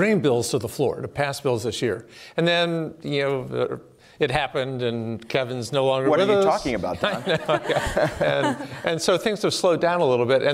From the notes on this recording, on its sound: Conversations recorded on Tuesday, February 6, 2024 at "The Futurist: The Rise of AI" event.